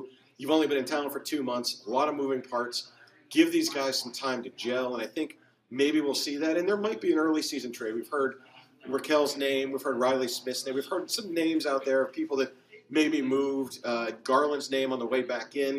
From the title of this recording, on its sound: LIVE at Lucky's 13 Bar and Grille